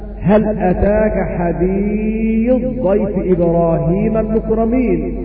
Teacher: ومع الضاد في قوله تعالى هل أتاك حديث ضيف إبراهيم المكرمين، أضغمنا التاء في الضاد